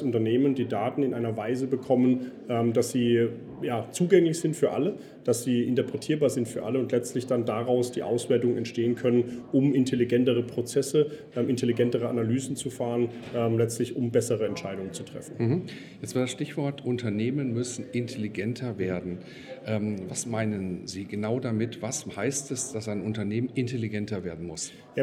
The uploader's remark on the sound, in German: im Interview auf dem Congress der Controller 2019